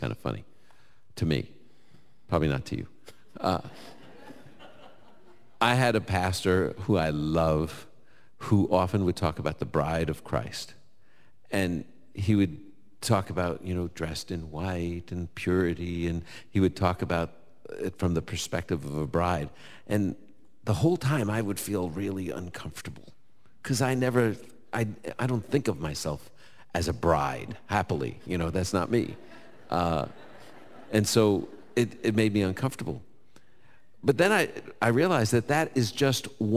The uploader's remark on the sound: Live from Indianapolis. He’ll take questions from our live audience.